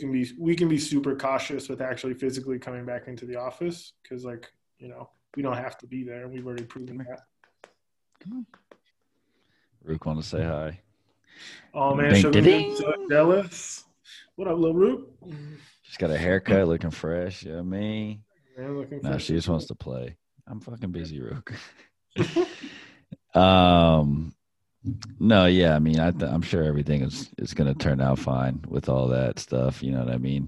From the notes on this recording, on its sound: We have our first Zoom interview/video content for The kPodcast.